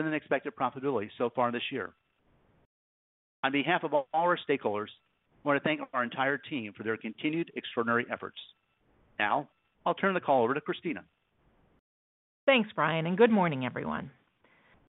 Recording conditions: phone line